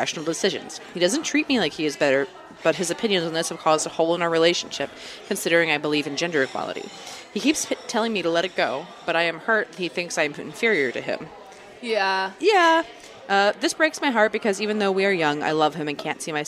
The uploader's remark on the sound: LIVE from The Sizzler in Eagle Rock, CA